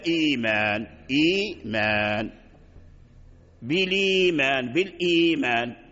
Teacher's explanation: وإن كان قبلها كسرة تبدل ياء إيمان، الهمزة الأولى مكسورة فأبدلت الهمزة الساكنة ياء · Term: إبدال الهمزة